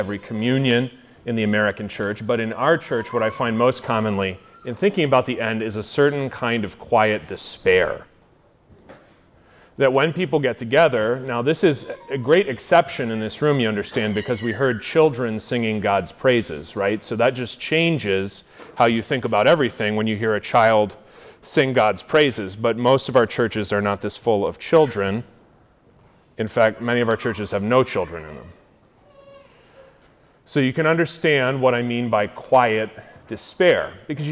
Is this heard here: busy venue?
yes